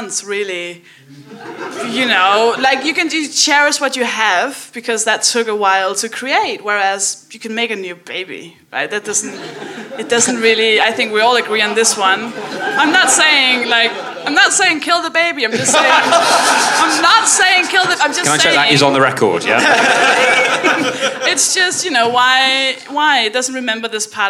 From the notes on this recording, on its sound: At the Leicester Comedy Festival for a kettle-themed show.